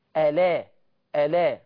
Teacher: وياخدها ينقلها، كلمة ينقلها يوديها يعني باللغة العامية، ينقلها على اللام. فبدل ما تبقى اللام ساكنة هتبقى اللام مفتوحة · Term: النقل